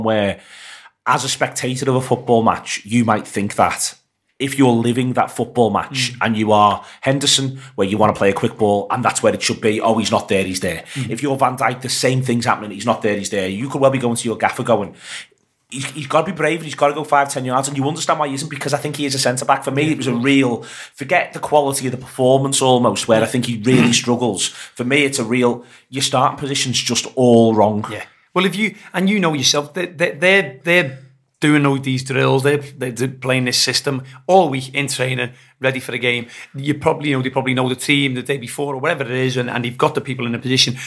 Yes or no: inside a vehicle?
no